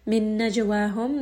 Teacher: jim is going to have qalqala